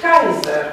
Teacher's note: Kaiser, da? Se aude foarte bine diftongul ai acolo.